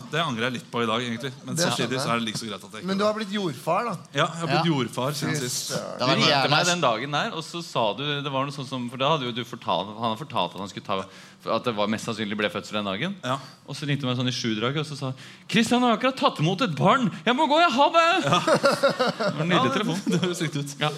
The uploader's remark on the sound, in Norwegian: Live fra Salt